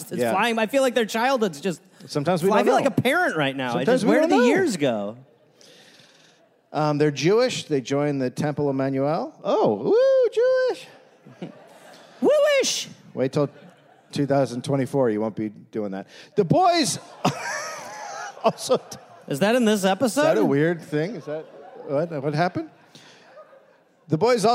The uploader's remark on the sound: Recorded live in San Francisco.